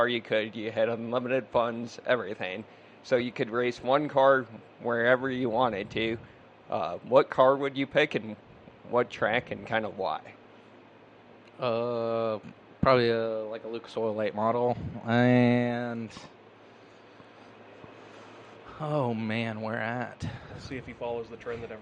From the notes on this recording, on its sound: Live from championship night at Rolling Plains Motor Speedway